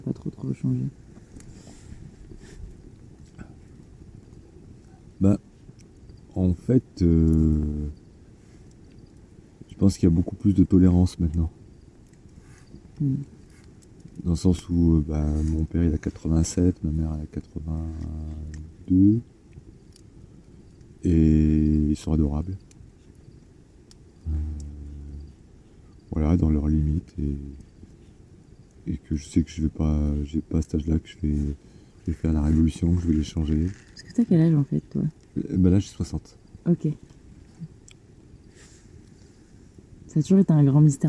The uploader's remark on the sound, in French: Un épisode enregistré dans les montagnes provençales. D'abord les miennes puis d'autres voix se joignent à la discussion. Le son a été optimisé au maximum mais il restera problématique pour certains auditeurs.